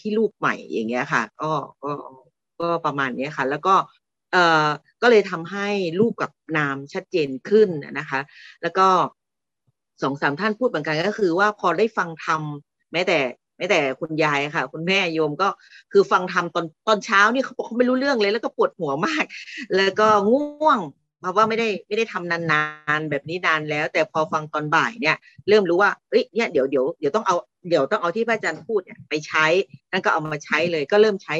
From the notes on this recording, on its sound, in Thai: เป็น 1 ใน 3 คอร์สออนไลน์ (ผ่านโปรแกรม Zoom)